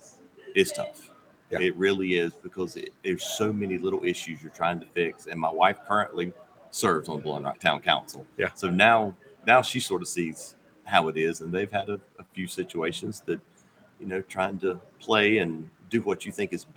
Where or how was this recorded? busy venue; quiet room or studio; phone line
busy venue